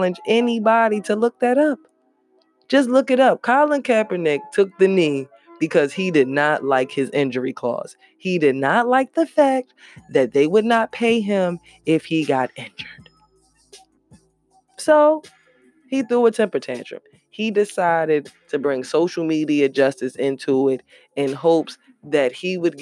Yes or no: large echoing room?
no